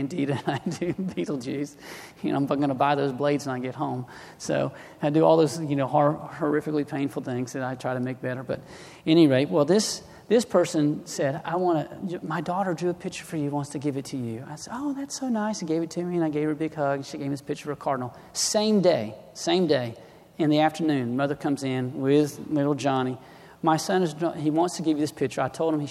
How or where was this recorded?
large echoing room